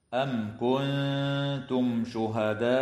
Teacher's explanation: الميم الساكنة في قوله تعالى: أم كنتم شهداء، حكمها الإظهار الشفوي